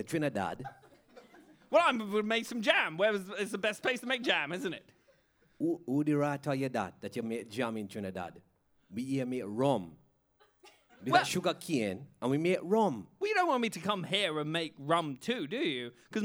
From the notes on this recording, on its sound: Improvised in front of a live studio audience, this show rewrites history, without a script!